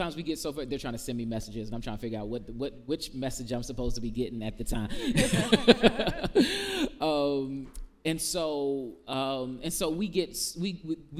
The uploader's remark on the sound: In front of a live audience